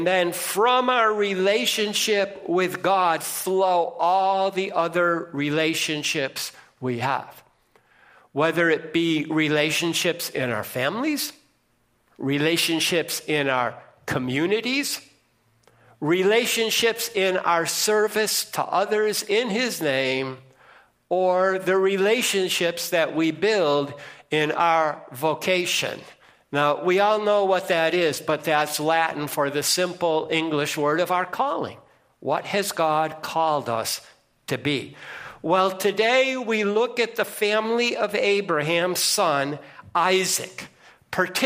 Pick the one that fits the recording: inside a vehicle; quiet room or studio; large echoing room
large echoing room